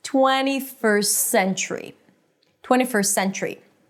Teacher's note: I just eliminate the T. I don't pronounce it. · IPA: tweni fɜːɹst sentʃɹi